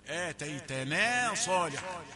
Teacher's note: التفخيم من أجل الصاد المجاورة